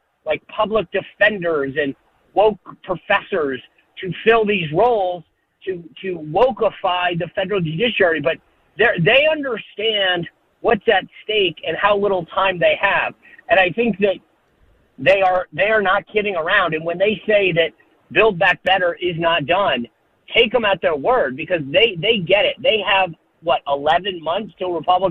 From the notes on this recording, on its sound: hits the phones